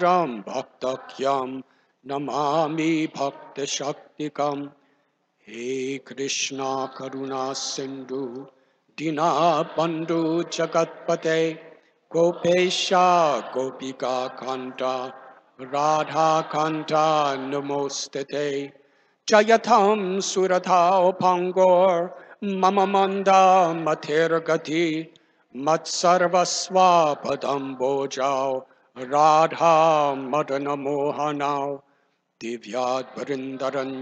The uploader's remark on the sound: Initiation Lecture. At Sri Kishore Krishori Temple, Chicago.